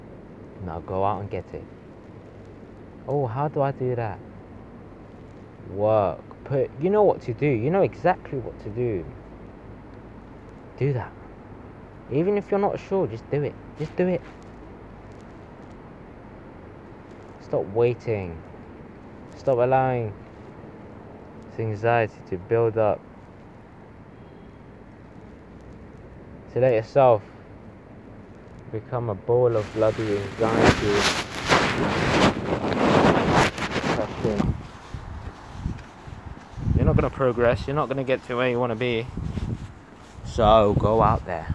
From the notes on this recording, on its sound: I was on a walk at night and decided to speak my thoughts out loud and press record. Apologies for the bad quality.